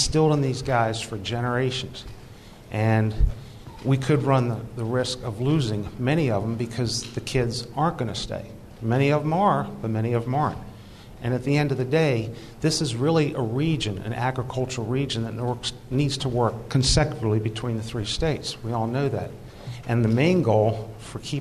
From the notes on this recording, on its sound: listen to a panel I moderated last week for the ESLC's 15th Eastern Shore Planning Conference